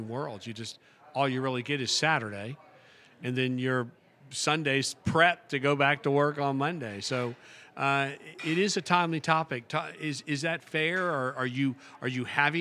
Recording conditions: busy venue